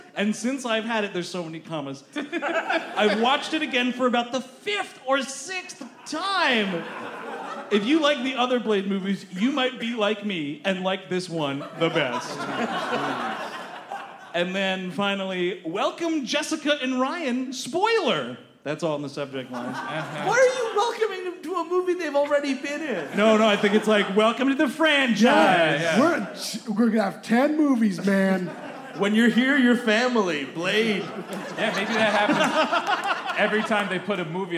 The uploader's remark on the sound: Live at the Brooklyn Podcast Festival! Recorded live at The Bell House in Brooklyn, New York.